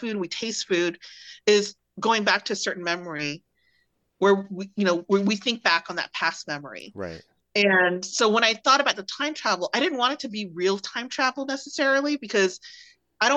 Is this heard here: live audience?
no